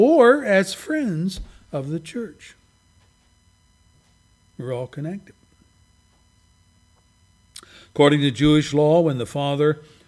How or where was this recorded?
large echoing room